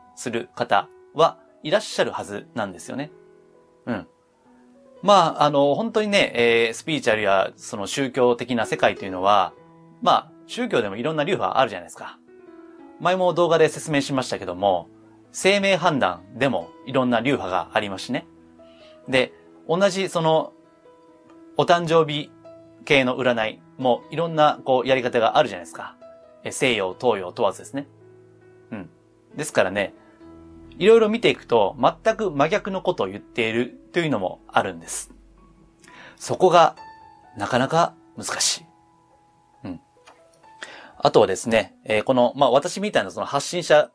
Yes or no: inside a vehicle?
no